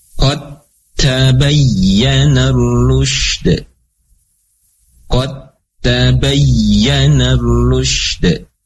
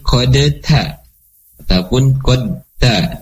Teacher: Maka huruf dal masuk ke dalam huruf yang kedua, yaitu huruf ta. · Shown in: first take · Ya. Tidak dibaca kode lagi, tidak ada apa namanya makhraj atau sifat dari dal, tetapi langsung masuk ke dalam huruf ta.